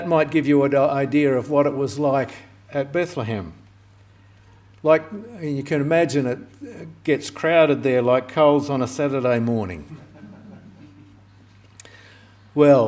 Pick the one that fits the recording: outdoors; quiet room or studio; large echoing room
large echoing room